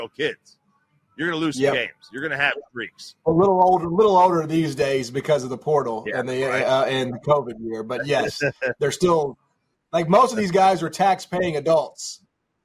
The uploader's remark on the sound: is live from the home of Super Bowl XVIII Las Vegas, Nevada taking in the scene